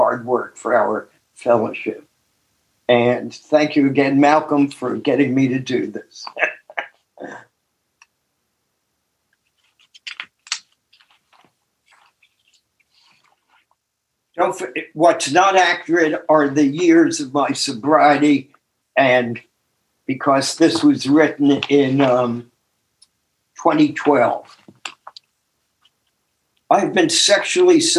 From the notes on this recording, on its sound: took us on a zoom journey